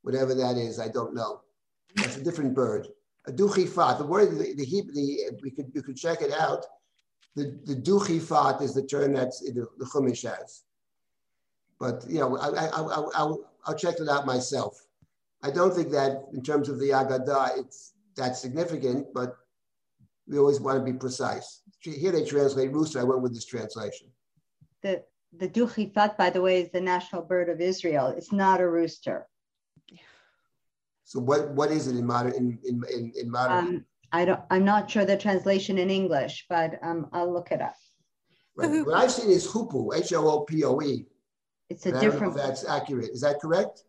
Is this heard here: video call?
yes